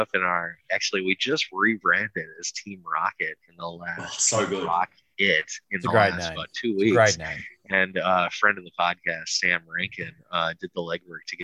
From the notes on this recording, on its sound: Melbourne relapses once again in its dangerous battle with lockdown addiction. We take once again to Zoom to podcast from the comfort of our own homes.